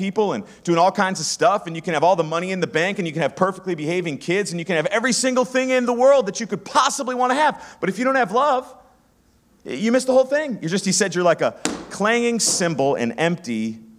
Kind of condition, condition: setting, live audience